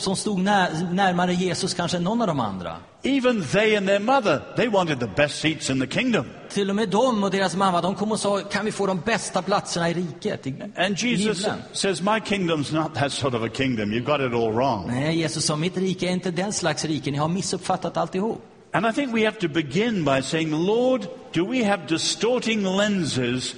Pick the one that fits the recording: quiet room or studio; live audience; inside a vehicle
live audience